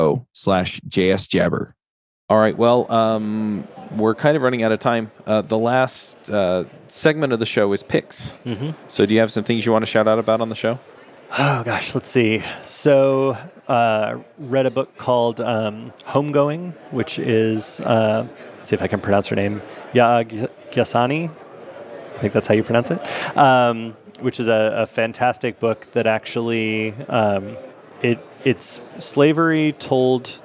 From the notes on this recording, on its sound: LIVE at Microsoft Ignite. This episode of JavaScript Jabber comes to you live from Microsoft Ignite.